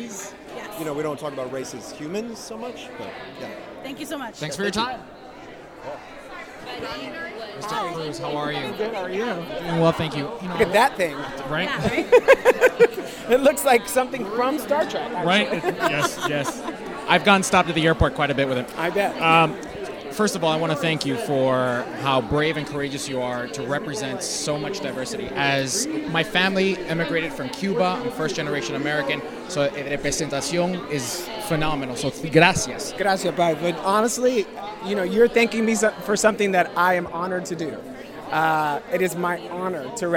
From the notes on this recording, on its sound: interviews from the Red Carpet of the Star Trek Discovery Panel at PaleyFestNY 2019